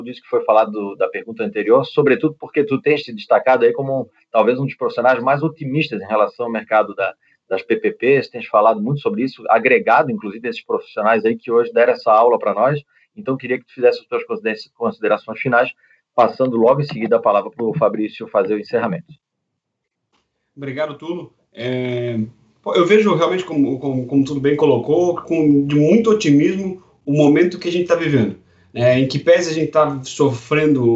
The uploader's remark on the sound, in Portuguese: Esse podcast é a versão em áudio de uma palestra online que foi transmitida ao vivo no nosso canal no youtube.